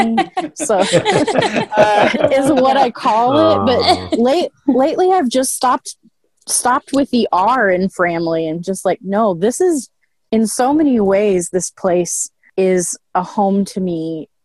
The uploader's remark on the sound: Due to the Covid 19 pandemic, this episode was recorded over Zoom.